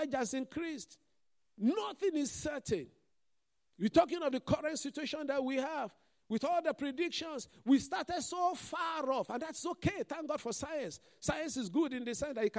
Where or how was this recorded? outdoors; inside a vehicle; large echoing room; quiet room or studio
large echoing room